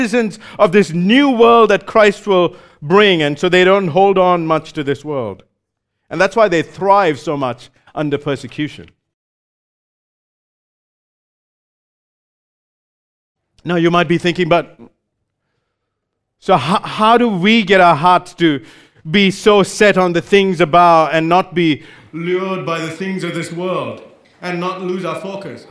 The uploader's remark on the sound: Recorded live at Grace Community Bible Church.